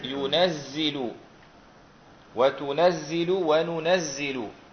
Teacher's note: أيوة يكون في التقاء ساكنين. فحرك الساكن الأول وهو النون بالفتح · Term: التشديد